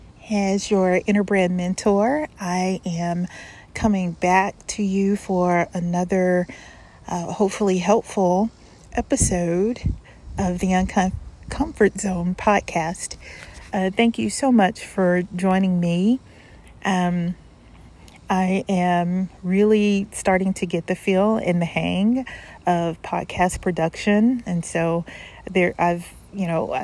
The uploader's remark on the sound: I apologize in advance for the wind in the background!